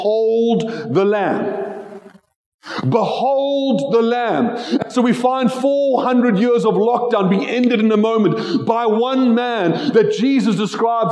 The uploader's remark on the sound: Joshua Generation Church Milnerton congregation